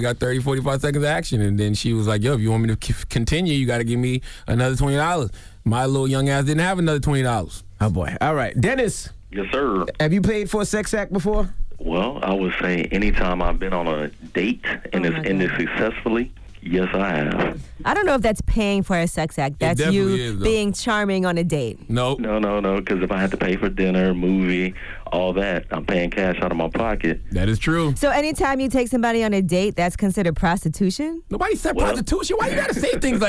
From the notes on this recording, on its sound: We opened up the phone lines to see if our listeners use any different brand. We opened up the phone lines to see if any of our listeners ever did the same thing.